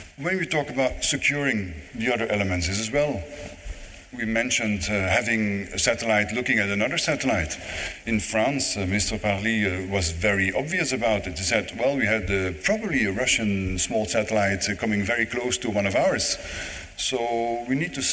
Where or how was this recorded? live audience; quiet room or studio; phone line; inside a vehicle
live audience